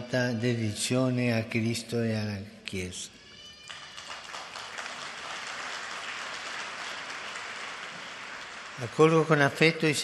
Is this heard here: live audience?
yes